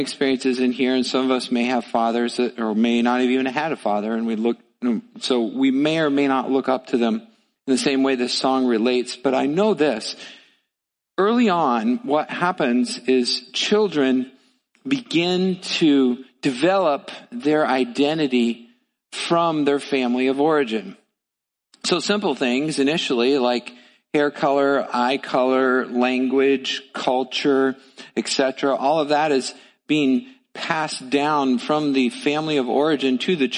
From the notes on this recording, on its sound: Midland Evangelical Free Church Sermon Audio